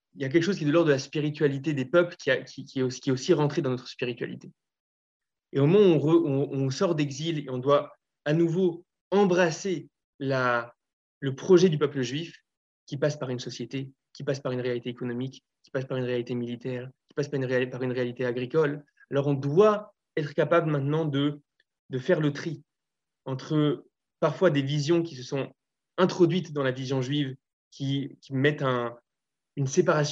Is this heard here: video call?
yes